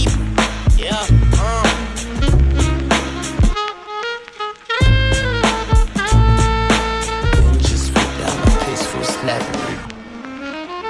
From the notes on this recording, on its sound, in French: En LIVE de Paloma à Nimes